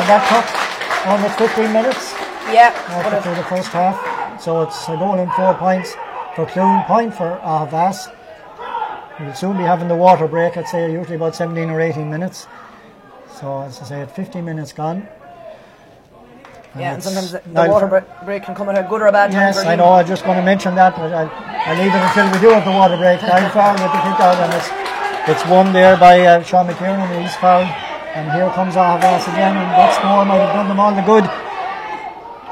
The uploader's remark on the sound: Live commentary from Avantmoney Pairc Sean MacDiarmada